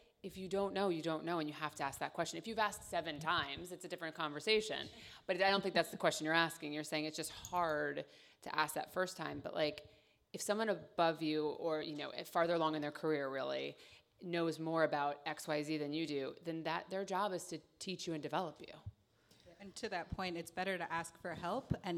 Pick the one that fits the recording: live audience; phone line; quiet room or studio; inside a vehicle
live audience